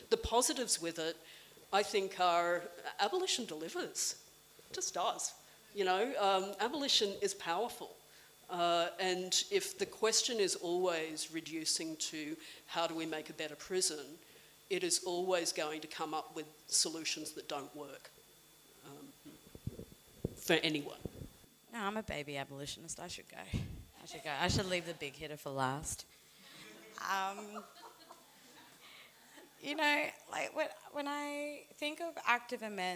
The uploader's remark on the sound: a recording from the Trans Prisoner Solidarity panel held in Woolloongabba